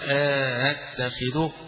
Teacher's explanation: همزة ممدودة وبعدها تسهيل الهمزة الثانية